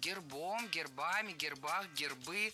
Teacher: В этом слове при склонении ударение переносится на окончание.